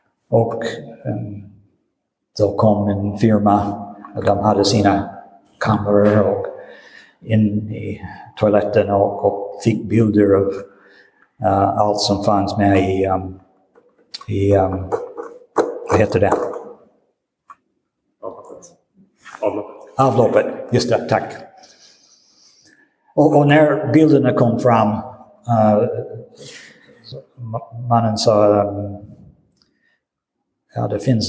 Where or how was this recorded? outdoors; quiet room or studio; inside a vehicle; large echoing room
large echoing room